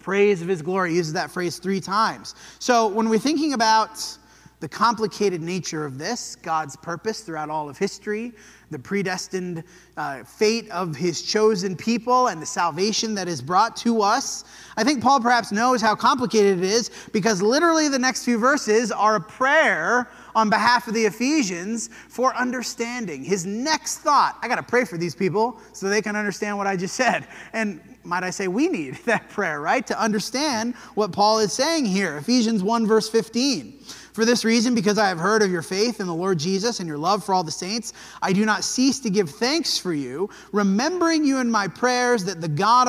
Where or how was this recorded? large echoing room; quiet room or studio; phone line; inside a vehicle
large echoing room